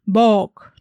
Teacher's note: Około XI wieku ten słaby jer z końca wyrazu zaniknął, ale nadal mamy iloczas, więc pozostała długość z dźwięku, z którą coś trzeba było zrobić. Jer słaby oddał więc swoją długość wcześniejszej samogłosce i w ten sposób zaczęto mówić bok, czyli z długim o.